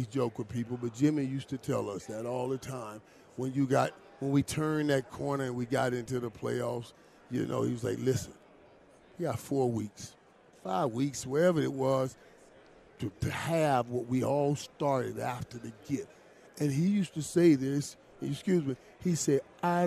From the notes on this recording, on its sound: LIVE with The K&C Masterpiece from Radio Row in Las Vegas!